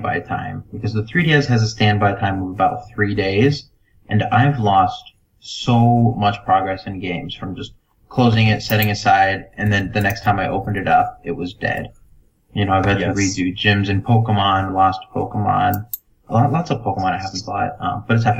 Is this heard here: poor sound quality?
yes